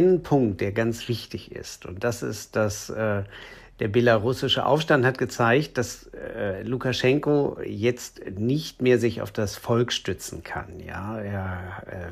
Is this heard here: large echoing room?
no